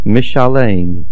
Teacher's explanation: Mishalem, the stress is on the lamed. The lamed is the middle root letter.